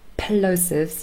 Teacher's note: you have a p, and p is a plosive, and you can hear this little explosion very clearly. So there's closure somewhere in the vocal tract, and it could be at different places within the vocal tract, and we'll have a look in a moment.